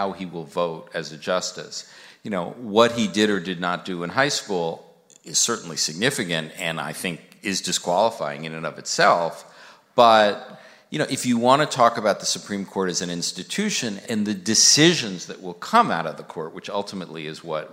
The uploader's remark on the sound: Live from Town Hall